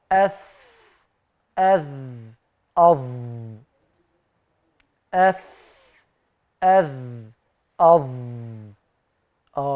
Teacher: طرف لساني تعامد على أطراف الثنايا العليا